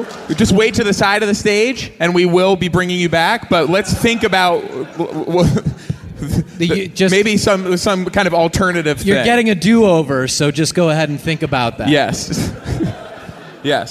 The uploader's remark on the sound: Now Hear This Festival in Anaheim. Talk to everyday people from the crowd.